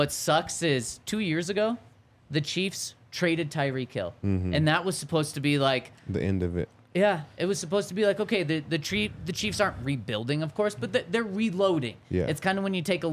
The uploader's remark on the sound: LIVE from the DNVR Bar